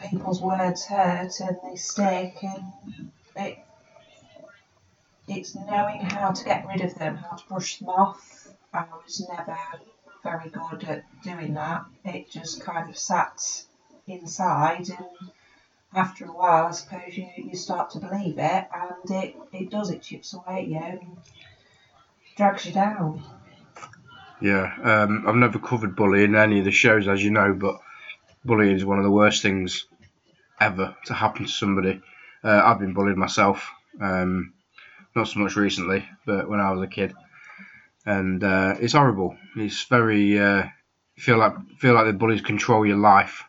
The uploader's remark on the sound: there were a few technical issues to begin